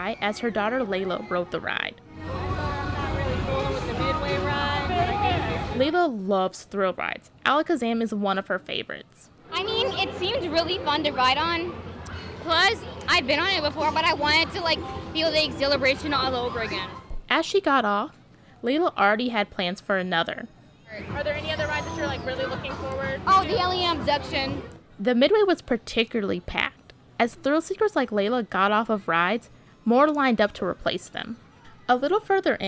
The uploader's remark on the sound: Sights & Sounds of Kentucky State Fair: Rides by 89.3 WFPL News Louisville.